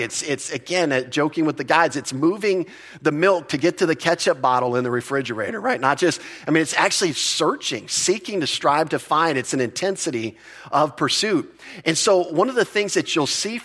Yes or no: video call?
no